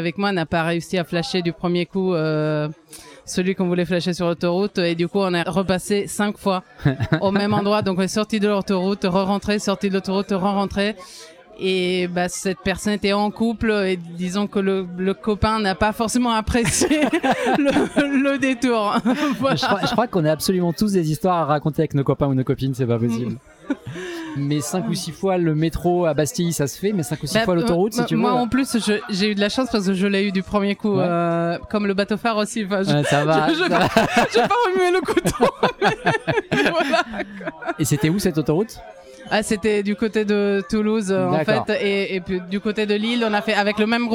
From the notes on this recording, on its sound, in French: Des centaines de flasheurs se sont retrouvés pour une après-midi incroyable. Cet épisode a été enregistré en live dans le bar, à l’épicentre de l’événement. Bruitages de l’application FlashInvaders.